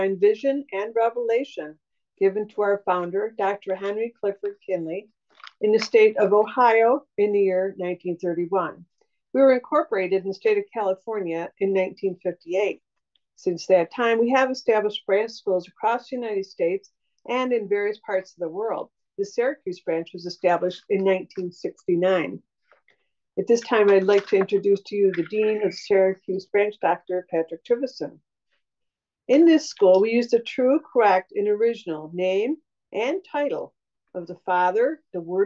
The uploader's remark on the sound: Syracuse Zoom Class